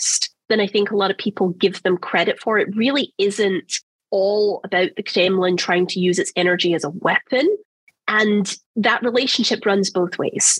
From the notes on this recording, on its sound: This episode was recorded on October 24th, 2022 via Zoom.